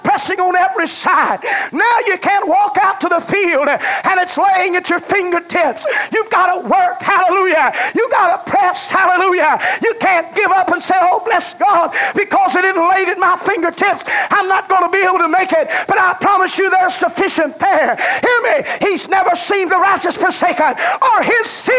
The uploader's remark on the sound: This message was preached at First Apostolic Church in North Vernon, Indiana.